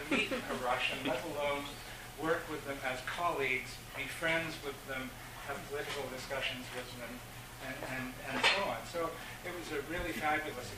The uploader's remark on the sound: This podcast was recorded during CUSO-VSO's 50th Anniversary Kick-off celebrations in Victoria, BC.